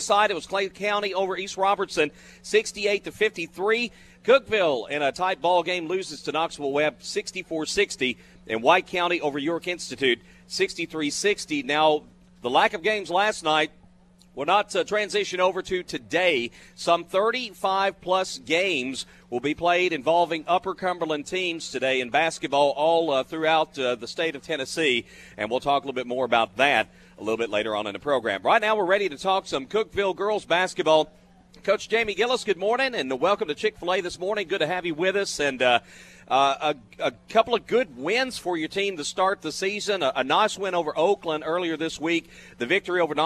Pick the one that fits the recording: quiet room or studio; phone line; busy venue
busy venue